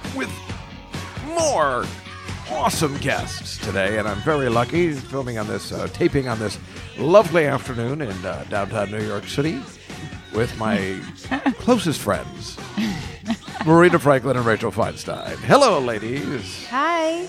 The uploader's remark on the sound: Live From the Comedy Cellar. Join us live upstairs at the Comedy Cellar in the West Village.